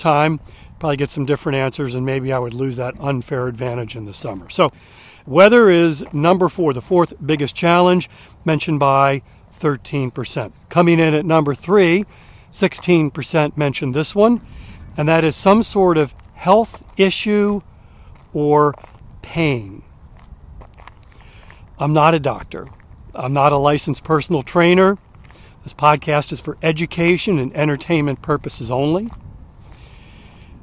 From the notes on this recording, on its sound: During today's ten-minute walk